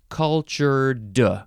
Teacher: We just say d because it's after an r.